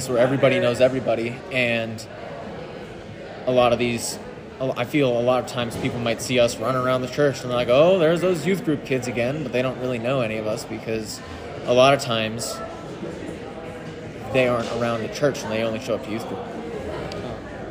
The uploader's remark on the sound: Mid-week at FLY 2023